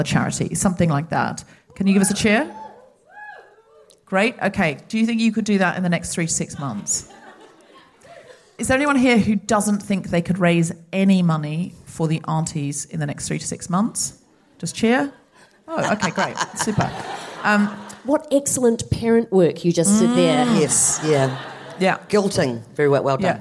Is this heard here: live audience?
yes